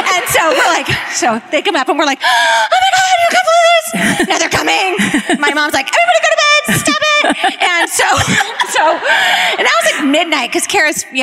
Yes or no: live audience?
yes